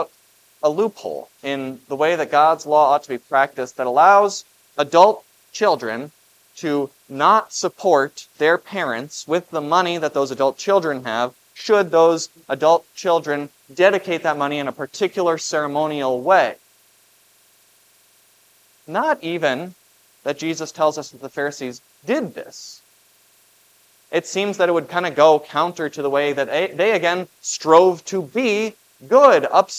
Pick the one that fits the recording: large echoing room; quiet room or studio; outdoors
large echoing room